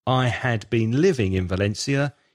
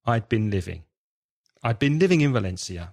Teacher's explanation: the been becomes weak because it's an auxiliary verb · Shown in: second take · So you don't hear, I had been living in Valencia.